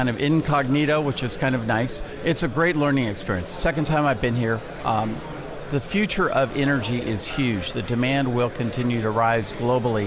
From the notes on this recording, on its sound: Live from the 2017 Future of Energy Summit